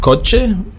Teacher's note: das CH, coche, wird ausgesprochen, ja, wie ein TSCH im Deutschen